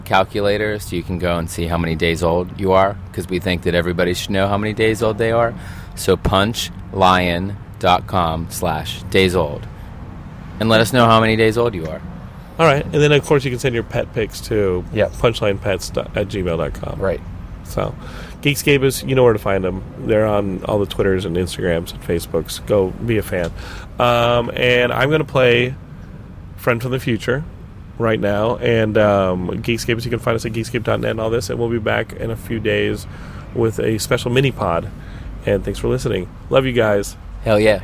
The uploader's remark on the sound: Hanging In The Van